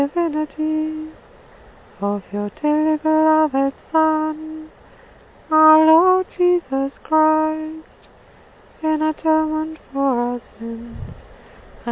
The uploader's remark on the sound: This was recorded by the sea in North Cornwall